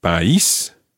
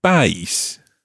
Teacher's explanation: with país, we've got the accent on the I · Shown in: first take